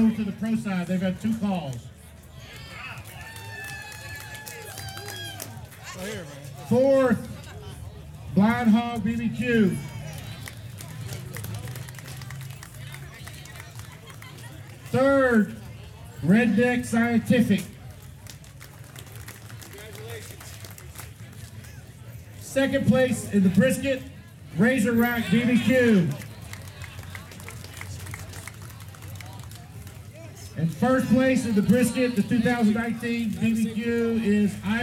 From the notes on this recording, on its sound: Live at the Hammond BBQ Challenge, Louisiana. The town was packed as the whole community came out to support the event and raise money for the local community which was heartwarming to see.